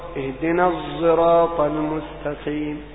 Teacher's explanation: النوع الثالث إشمام حرف بحرف، حرف بحرف، أي خلط صوت حرف بصوت حرف آخر، كخلط الصاد بالزاي في نحو الصراط